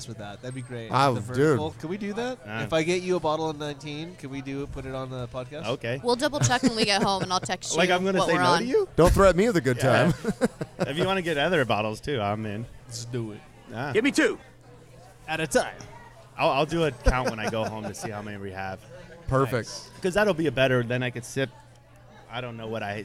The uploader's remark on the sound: live from a Firestone Walker Tap Takeover